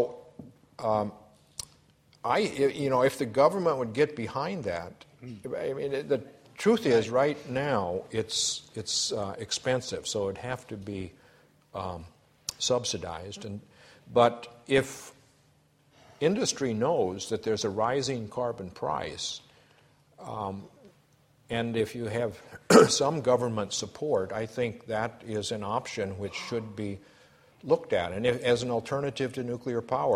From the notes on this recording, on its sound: A Sydney Ideas lecture